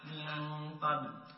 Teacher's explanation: مطلوب التفخيم، تفخيم الإخفاء، وذلك إذا كان حرف الإخفاء من حروف الاستعلاء